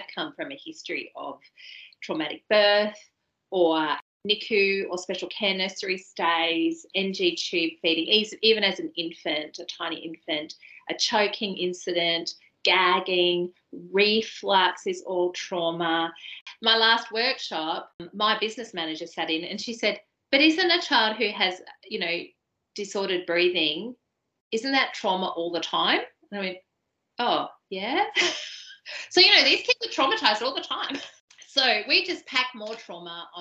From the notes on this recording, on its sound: during the live webinar that was recorded on 7th September 2022